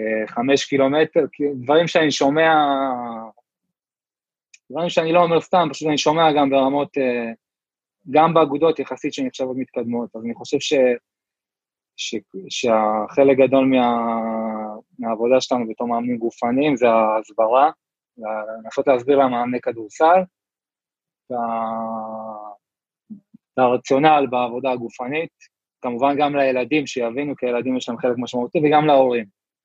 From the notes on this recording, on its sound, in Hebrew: הפרק הוקלט בזום בעקבות אתגרי הקורונה